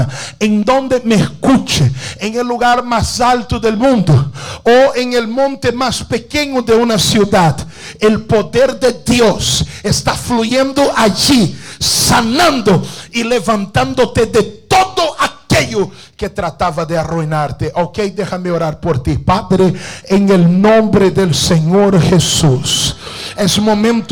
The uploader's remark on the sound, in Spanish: Culto grabado en la Iglesia Internacional de la Gracia de Dios en Miami.